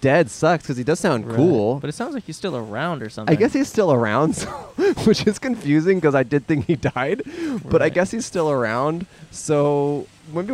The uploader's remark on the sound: Recorded in front of the Atwater Village Costco in Los Angeles.